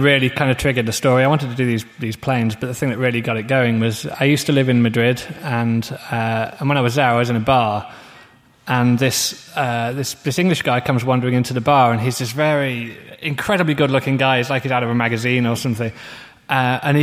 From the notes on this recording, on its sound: Guest of honour interview. At Swecon 2014 – the Steampunk festival in Gävle, Sweden.